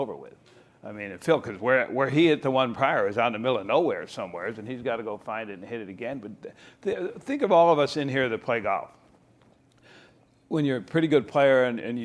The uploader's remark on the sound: live from the PGA Show